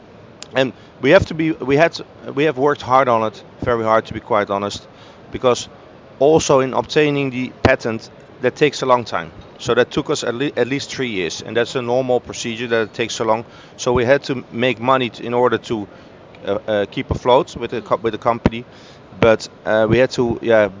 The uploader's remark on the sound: Live From Seafood Expo Global